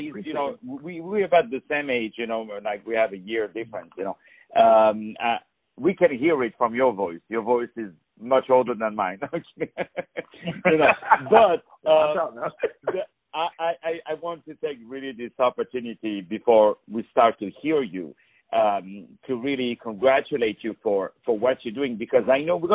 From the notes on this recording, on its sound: On the phone